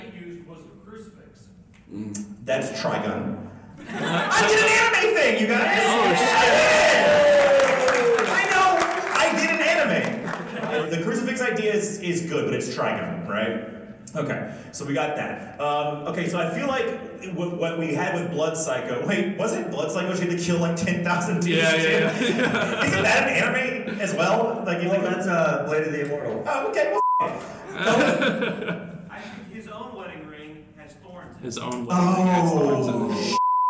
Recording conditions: live audience